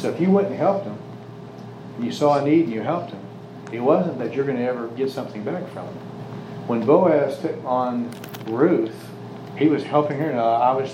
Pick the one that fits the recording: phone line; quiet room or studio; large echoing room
large echoing room